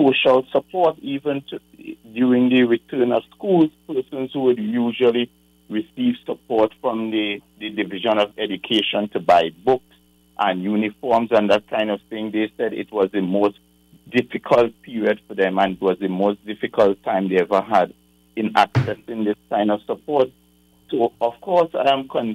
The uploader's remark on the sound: we take more calls from the audience